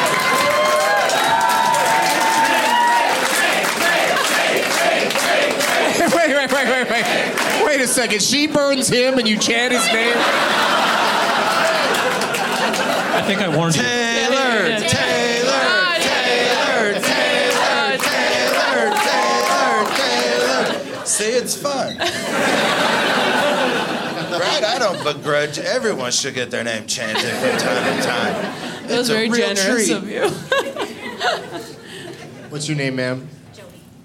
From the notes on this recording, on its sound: Live from Comedy Works in Denver